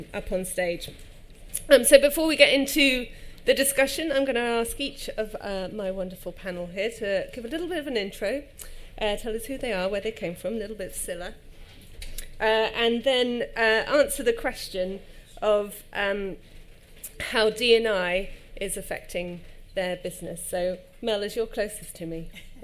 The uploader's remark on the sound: EG at MIPIM. Recorded live at MIPIM 2023.